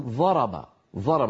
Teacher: فيستعملون طرف ألسنتهم بدل حافة اللسان يجدونه أسهل · Term: الظاء